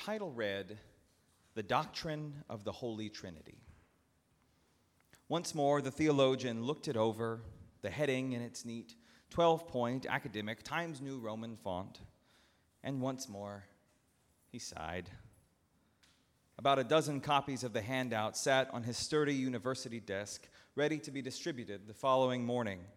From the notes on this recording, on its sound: at Northminster Church on June 16, 2019